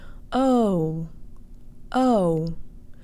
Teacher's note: The English O actually closes to an U sound.